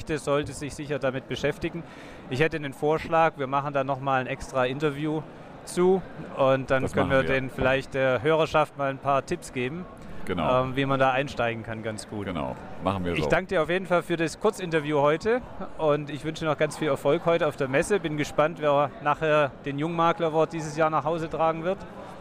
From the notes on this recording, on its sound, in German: Da die Aufnahmen direkt auf der Messefläche gemacht wurden, ist der Ton ab und zu nicht in gewohnter Qualität